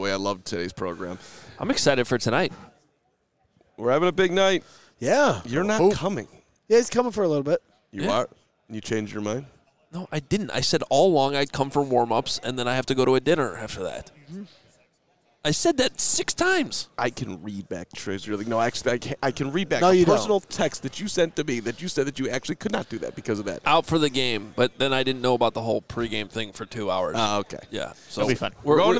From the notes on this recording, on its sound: LIVE FROM THE NFL COMBINE